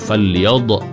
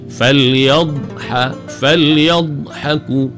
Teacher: Di tepi ni pula sengit ke beberapa batang gigi geraham di belah kiri ataupun kanan. Makhraj bagi huruf dhad ni, dia memanjang, ada sifat istitalah bagi dhad. · Shown in: second take